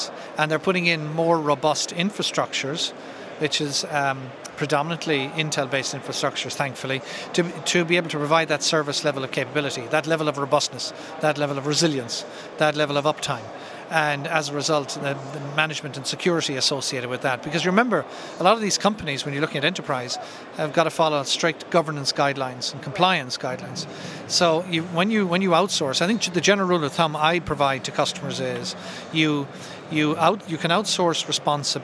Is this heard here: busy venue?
yes